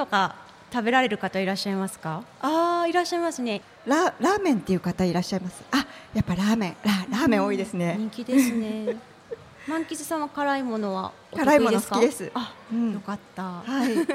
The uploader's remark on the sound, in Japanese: スパメッツァおおたか 竜泉寺の湯」にて行われた番組初の公開録音イベントの様子をお届け！